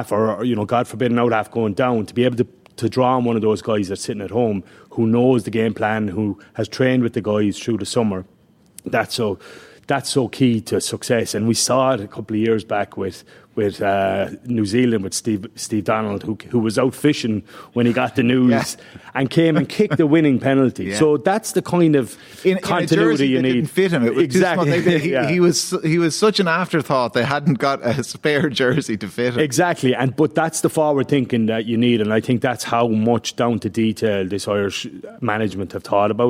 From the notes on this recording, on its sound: The Hard Shoulder was LIVE from the International Rugby Experience in Limerick City.